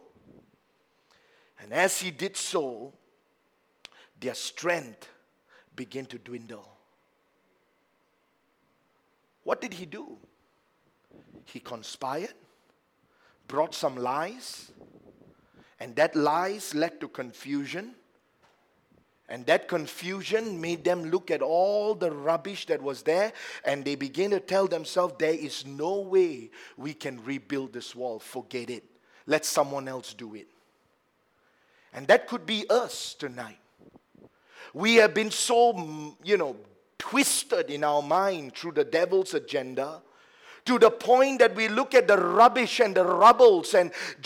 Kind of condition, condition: setting, large echoing room